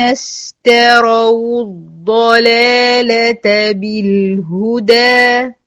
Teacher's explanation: اشتروا الضلالة استا مرققة را مفخمة